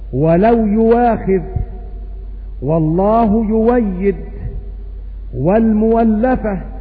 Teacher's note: الهمزة المضمومة بعد فتح تبدل واو خالصة في حال الوقف عند حمزة